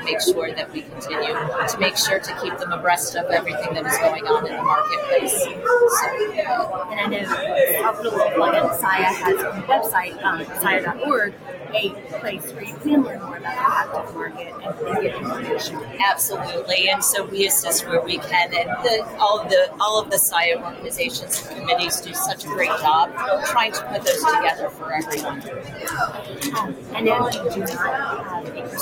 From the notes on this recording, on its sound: Live at the SIIA 2022 Engage Conference